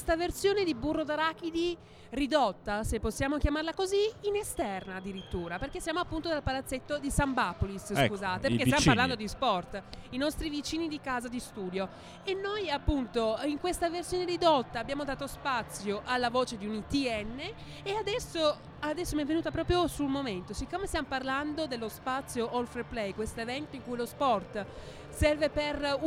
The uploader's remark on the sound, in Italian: Puntata in esterna per lo staff di Burro d'Arachidi! In diretta dal Palazzetto Sanbapolis per l'evento organizzato dal Centro Salute Mentale di Trento "Spazio All Fair Play".